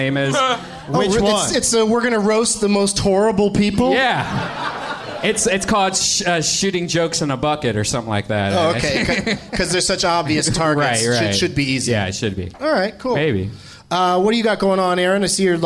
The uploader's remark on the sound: Live from the Funny Bone in Columbus, OH